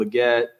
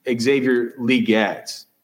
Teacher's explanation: He told me that his name is pronounced not Leggett, but with the accent on the first syllable · Shown in: second take · Lee, Xavier Leggett.